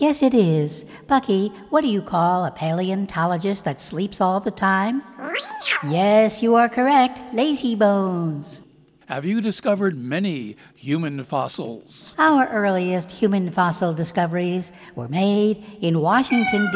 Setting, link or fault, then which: setting, live audience